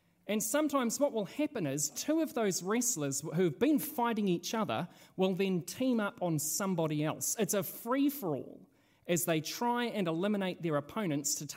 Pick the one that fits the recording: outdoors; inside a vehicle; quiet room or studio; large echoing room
large echoing room